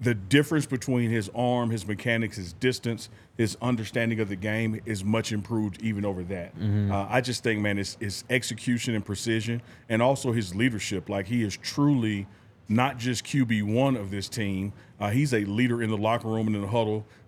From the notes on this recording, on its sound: live from the DNVR Bar